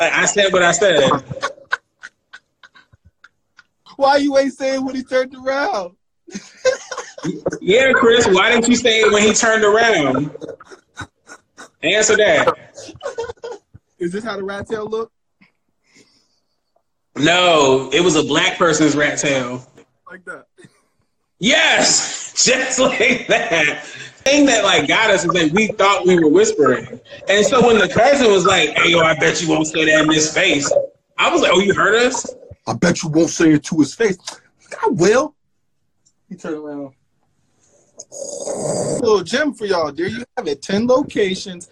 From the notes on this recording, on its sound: Live on Instagram